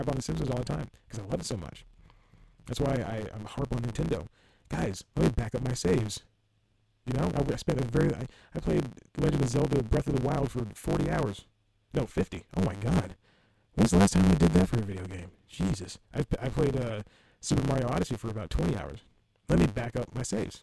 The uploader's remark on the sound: Audition crashed. AGAIN and ruined the episode's audio. It's still kind of listenable if you can tolerate a lot of distortion.